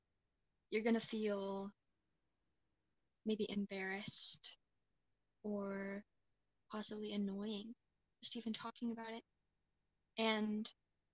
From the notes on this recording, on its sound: I desperately need a new mic